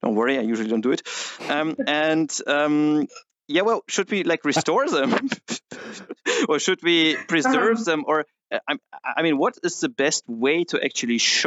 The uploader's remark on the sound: Apologies for the audio quality for this episode. Sometimes impossible for windows to pick the right mic to record from.